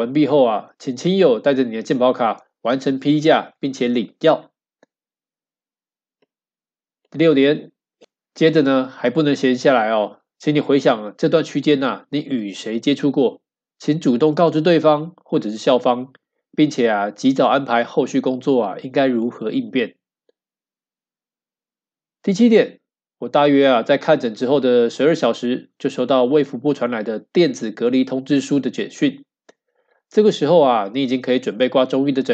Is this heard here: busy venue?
no